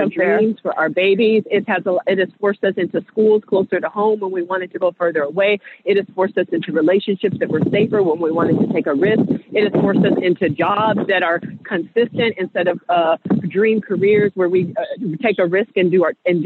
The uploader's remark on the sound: hop on the phone and take a walk